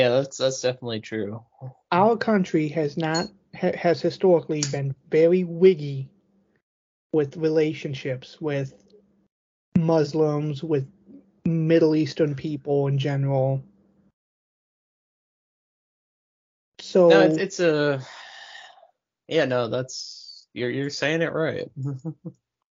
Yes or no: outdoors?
no